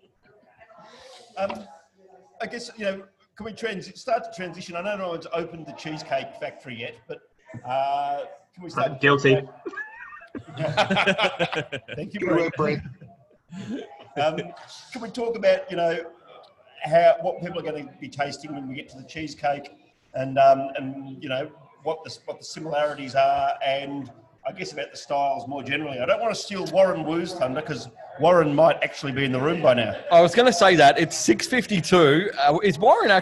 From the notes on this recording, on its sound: We return to the Royal Mail on Spencer for the first time in a long time for a live episode of the Online Meet the Brewers